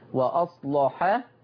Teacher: ما ننساش تغليظ اللام بتاعت وأصلح